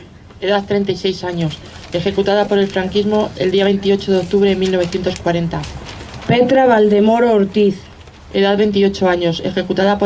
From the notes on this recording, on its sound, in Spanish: El audio del homenaje a las mujeres víctimas del franquismo que tuvo lugar en el Cementerio del Este de Madrid. El acto fue organizado por la Plataforma en defensa del Memorial.